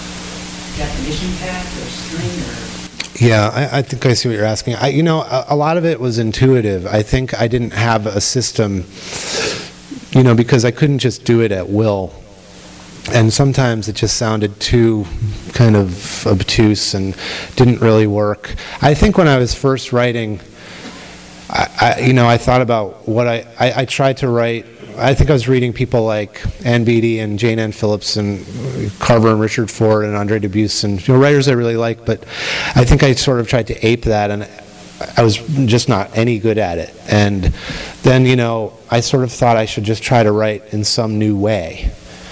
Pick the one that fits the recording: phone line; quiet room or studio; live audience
live audience